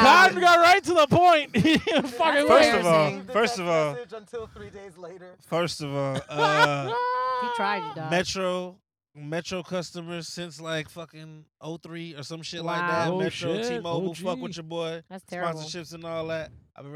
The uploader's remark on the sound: We are in the car. Recorded at Thank You Miami.